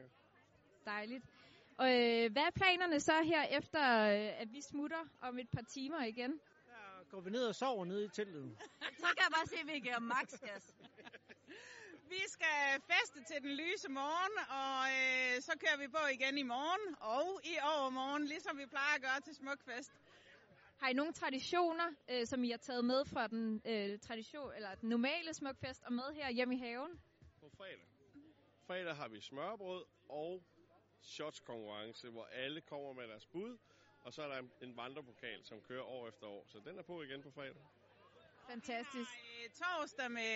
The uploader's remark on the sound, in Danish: Live fra Ringkøbing. Live fra en #hjemmefest - gemt væk i en vestjysk skov.